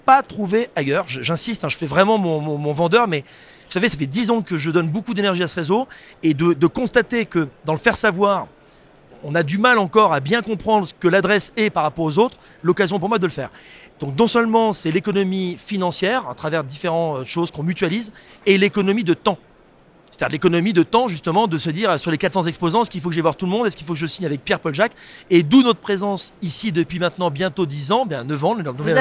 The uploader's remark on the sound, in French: Cet épisolde a été enregistré en live du RENT.